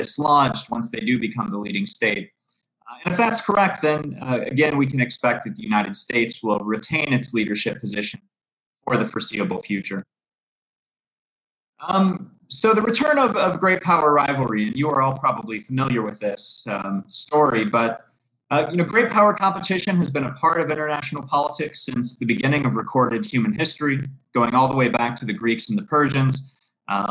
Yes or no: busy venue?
no